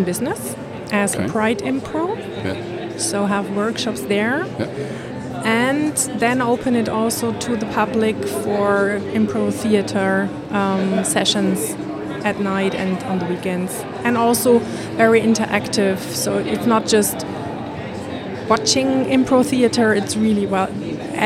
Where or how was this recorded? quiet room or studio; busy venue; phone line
busy venue